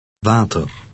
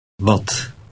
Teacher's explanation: Dutch W has a V sound, as in the English vase.